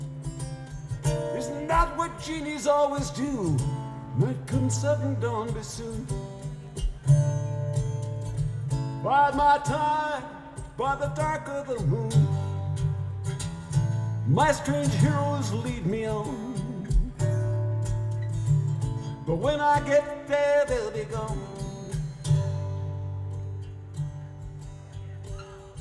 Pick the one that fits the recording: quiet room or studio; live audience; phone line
live audience